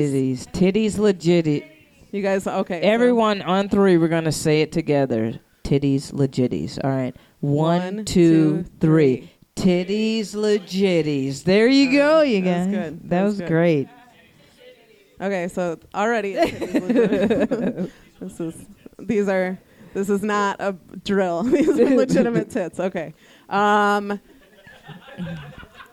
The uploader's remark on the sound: Live at Jo's